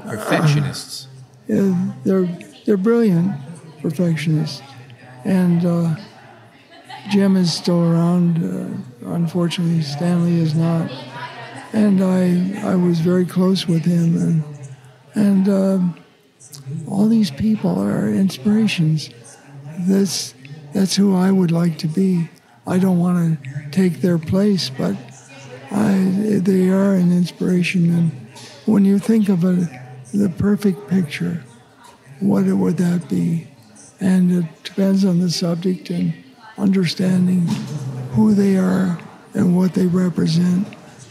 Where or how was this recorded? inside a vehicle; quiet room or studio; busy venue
busy venue